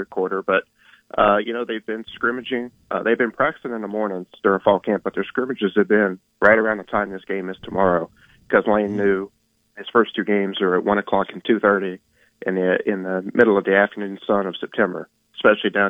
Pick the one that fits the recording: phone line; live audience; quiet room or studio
phone line